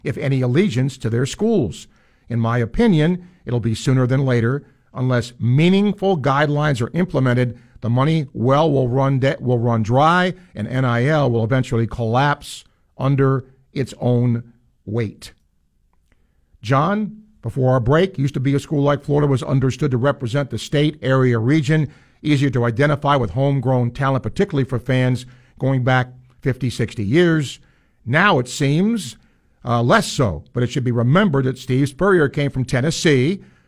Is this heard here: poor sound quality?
no